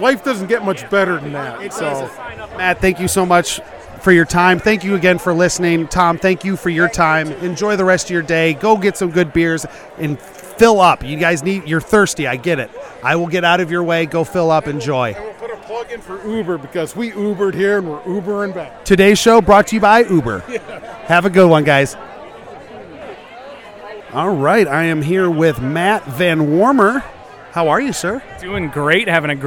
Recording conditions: busy venue